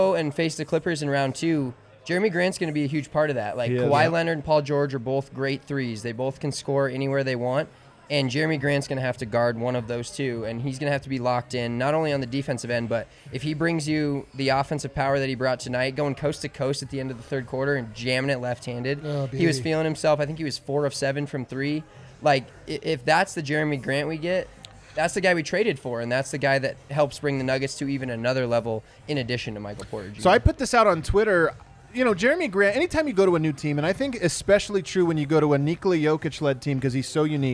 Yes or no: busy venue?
yes